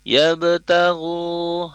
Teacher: Sujjadai yabtaghu, ya, yabtaghu, tidak lupa untuk qalqalahnya, hati-hati, tidak yabtaghu, harus yabtaghu, dipantulkan huruf ba-nya